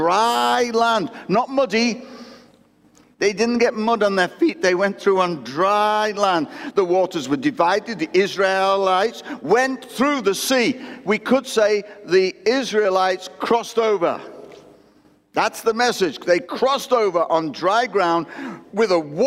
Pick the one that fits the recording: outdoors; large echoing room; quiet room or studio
large echoing room